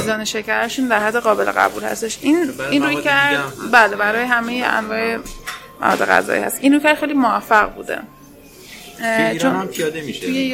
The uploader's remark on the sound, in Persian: این پادکست رو توی یک کافه در شهر تهران ضبط کردیم، برای همین صداهایی توی پسزمینه میشنوید